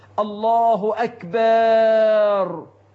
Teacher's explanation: من أخطائهم إدخال ألف بعد الباء وقبل الراء في كلمة أكبر، والله هذا أسمعه، فيقول أحدهم: الله أكبر، سيما في التكبيرة الأخيرة، أو عند الرفع من السجدة الثانية في الركعة الثانية للجلوس للتشهد الأوسط فينطقها هكذا: الله أكبر.